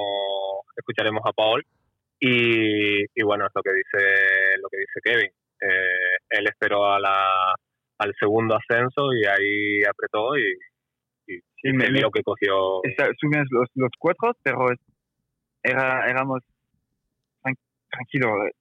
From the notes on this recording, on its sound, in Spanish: hablamos por teléfono con ellos